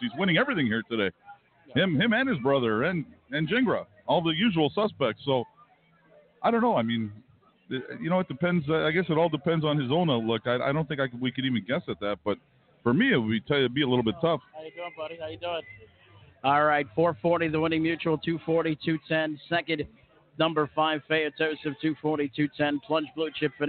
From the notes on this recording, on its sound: Live from The Meadowlands. With coverage of the 2018 Hambletonian, live from Meadowlands Racing and Entertainment in New Jersey.